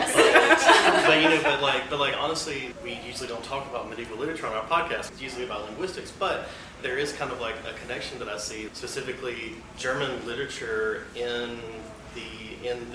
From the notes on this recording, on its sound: On location at this year's University of Alabama Languages Conference. The GradLings host a panel of awesome grad students.